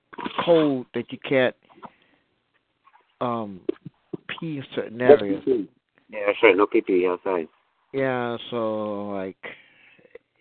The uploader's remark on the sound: Your phone calls.